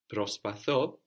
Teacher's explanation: with this group of verbs like boro, prospatho, agapo, here we have the accent on the ending. So it's the ending that has to change.